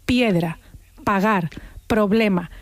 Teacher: decimos que la P es bilabial, bilabial